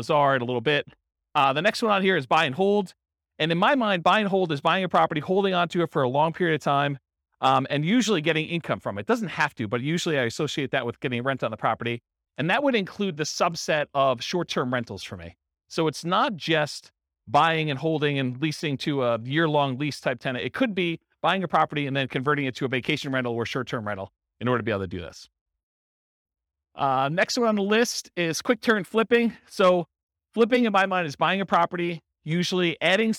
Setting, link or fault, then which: setting, live audience